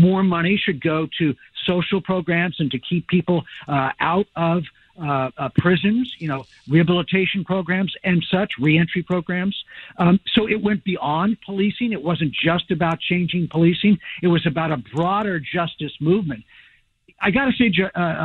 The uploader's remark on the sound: Angelenos called in to share their reactions